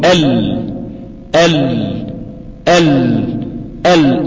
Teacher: طرف الحافة اليمنى طرف الحافة اليسرى ملتصقان، ويخرج الهواء من جانبي اللسان · Term: حرف اللام